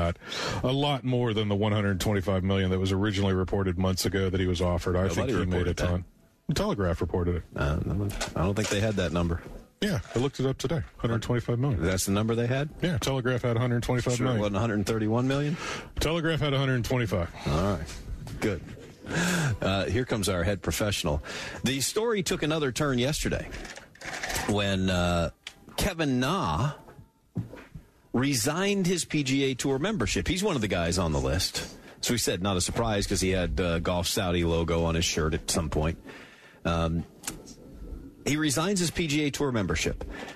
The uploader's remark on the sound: live from Pinetree Country Club.